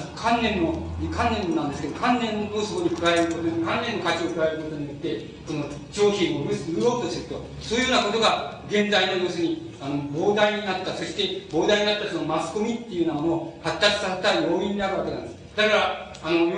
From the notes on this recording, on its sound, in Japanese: 音質：２。主催：自治労山口県職員労働組合下関支部 場所：下関市水産会館。音質はあまりよくない。